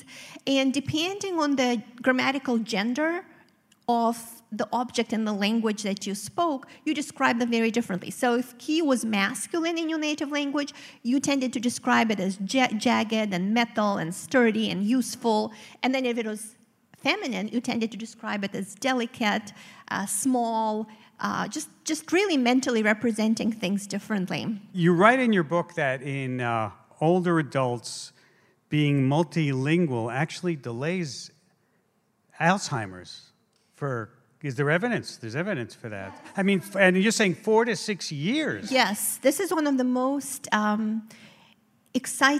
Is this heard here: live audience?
yes